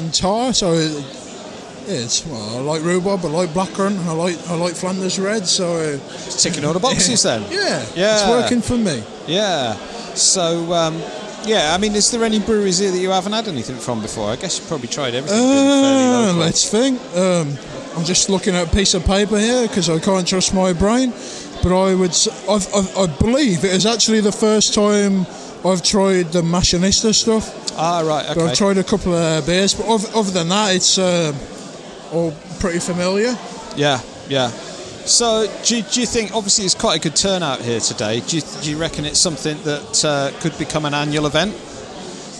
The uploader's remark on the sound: We also talk about our recent attendance at the inaugural West Midlands Craft Beer Festival in Coventry. Please bear in mind these interviews took place about 4 hours into a beer festival! If you listen carefully you can start to hear the wheels coming off towards the end of this episode.